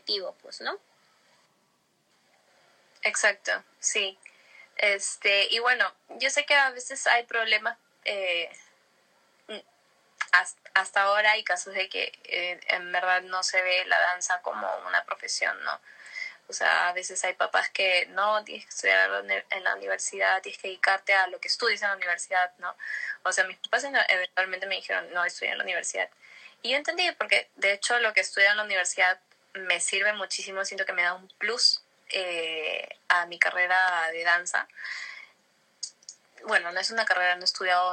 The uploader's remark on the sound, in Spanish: el audio del Instagram Live